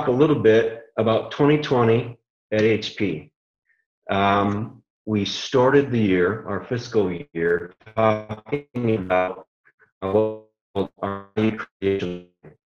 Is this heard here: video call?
yes